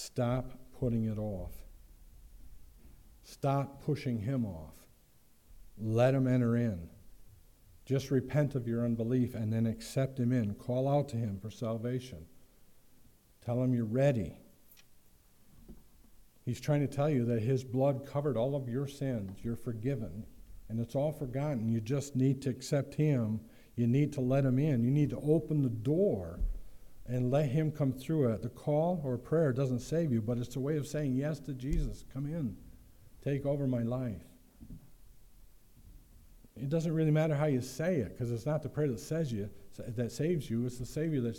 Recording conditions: large echoing room